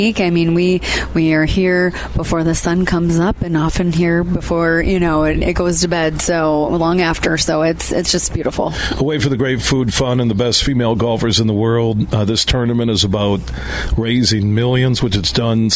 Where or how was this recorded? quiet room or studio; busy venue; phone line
busy venue